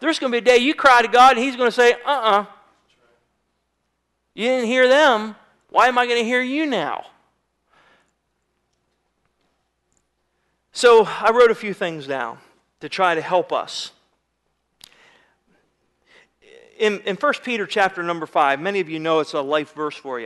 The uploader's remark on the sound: Sermon was recorded February 22, 2009 at Northside Baptist Church of Elkhart, Indiana